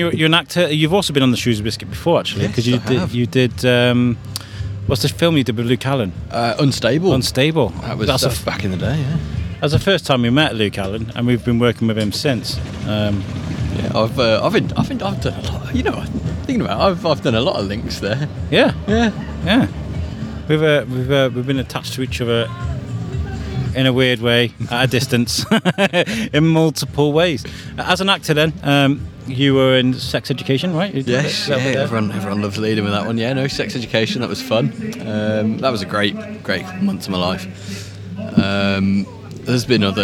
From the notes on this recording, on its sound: Today we are coming from the Queens Baton Relay event in Shrewsbury Quarry. This event was put together by Shropshire Council, Shrewsbury BID and Shropshire Festivals to celebrate the Birmingham Commonwealth Games.